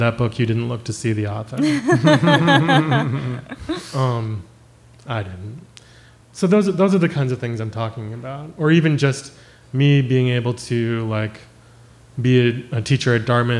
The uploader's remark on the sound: Hosted a live show in New York City’s Joe’s Pub.